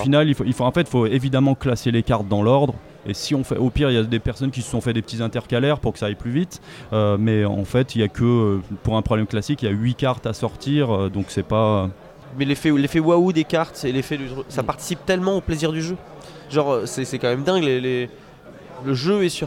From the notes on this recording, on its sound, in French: lors du Festival International des Jeux de Cannes 2023